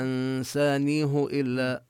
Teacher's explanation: حفص يقرأ بضم الهاء ولا نصلها لأن ما قبلها ساكن، لا نصل الهاء بواو لأن الياء قبلها ساكنة.